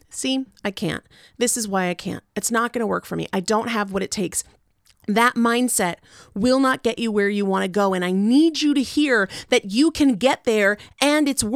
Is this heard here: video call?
no